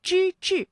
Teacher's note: 之志，这两个字啊都是翘舌音，它们的声母都是之